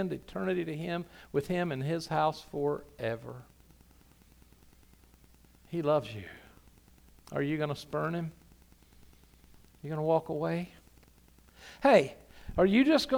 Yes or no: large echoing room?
yes